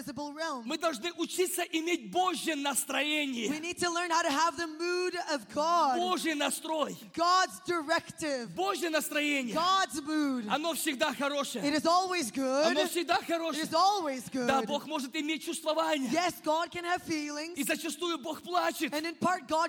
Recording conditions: live audience